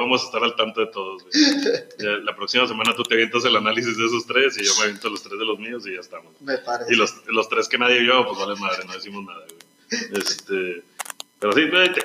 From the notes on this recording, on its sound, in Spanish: El audio no mejoró mucho, pero ya nos decidimos a abandonar a Steren por algo de mejor calidad.